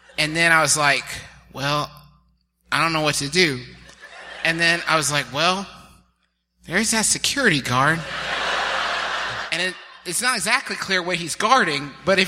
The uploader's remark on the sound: Here's our recent live show from the McFarlin Memorial Auditorium in Dallas, Texas.